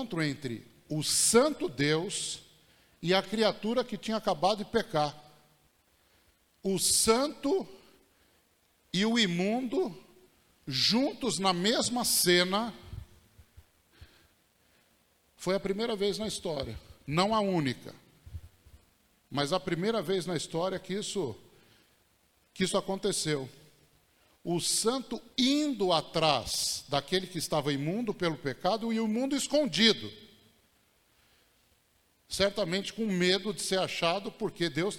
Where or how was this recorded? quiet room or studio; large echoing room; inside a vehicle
large echoing room